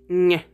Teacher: It's called voiced palatal nasal, and it makes this sound ñ. It's produced by blocking the airflow out of the mouth and directing it through the nose. That's why it's called a nasal consonant.